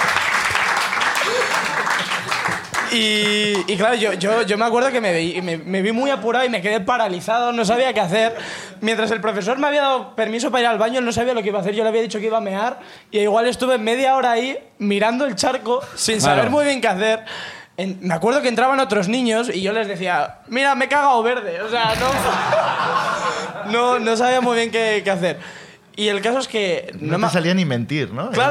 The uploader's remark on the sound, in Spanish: Como siempre, el público también participa